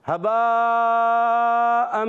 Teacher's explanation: हबा अम, अब यहाँ पर हा पर जबर है, हरकत है, नहीं खींचेंगे। हा अदा होता है हलक के नीचे वाले हिस्से से